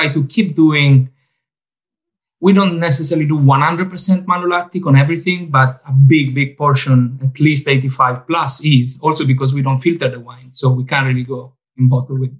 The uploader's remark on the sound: over Zoom